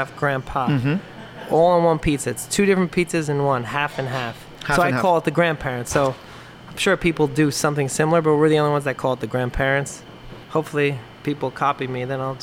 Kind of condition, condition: setting, busy venue